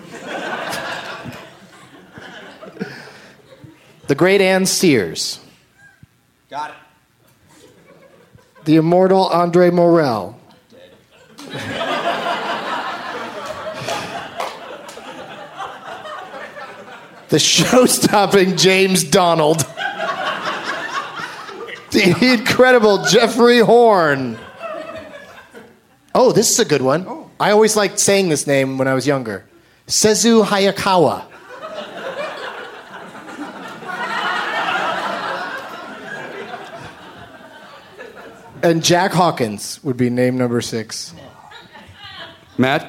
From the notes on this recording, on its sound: recorded at Largo in Los Angeles, CA on Monday, September 13, 2010.